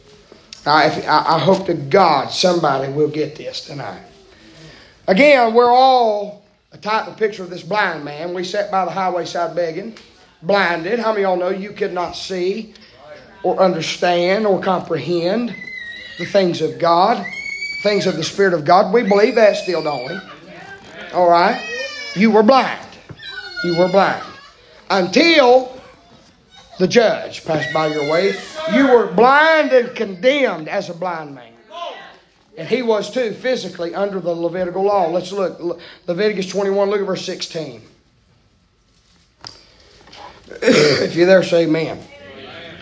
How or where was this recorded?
large echoing room